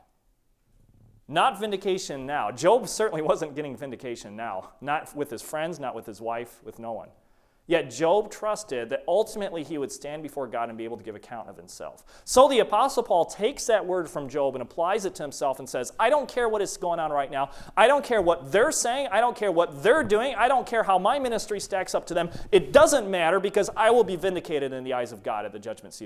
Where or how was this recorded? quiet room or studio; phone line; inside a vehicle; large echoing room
large echoing room